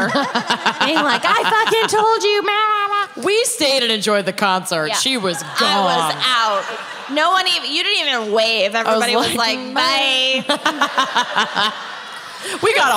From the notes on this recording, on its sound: Music Fest Mishaps (Austin LIVE).